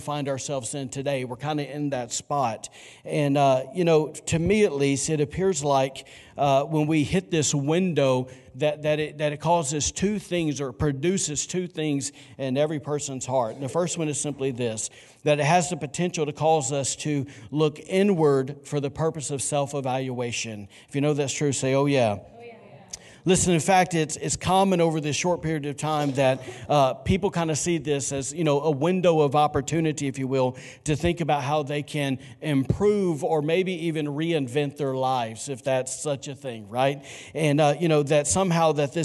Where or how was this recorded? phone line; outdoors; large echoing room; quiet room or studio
large echoing room